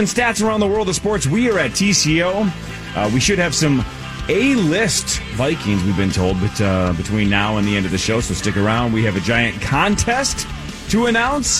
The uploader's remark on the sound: The guys are live from TCO Performance Center for a big announcement!